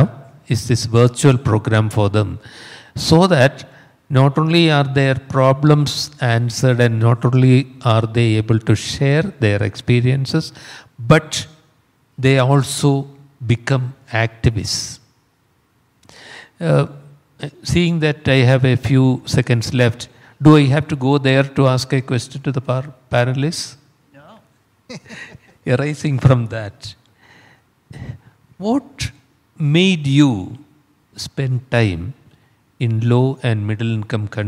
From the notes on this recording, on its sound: In a panel at the recent MetaECHO conference in Albuquerque, New Mexico.